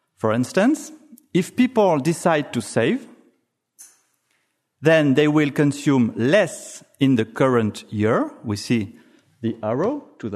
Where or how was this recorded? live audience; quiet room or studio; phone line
live audience